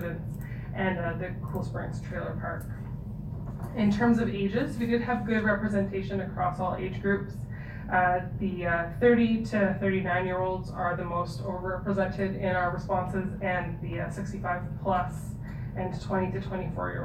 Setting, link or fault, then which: setting, large echoing room